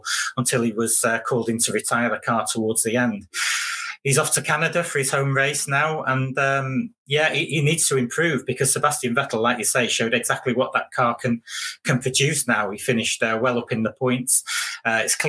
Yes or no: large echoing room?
no